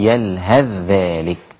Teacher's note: هذه الكلمات لحفص من وجه الشاطبية الإدغام في قوله تبارك وتعالى يلهث ذلك. يلهث ذلك، الثاء أدغمت في الذال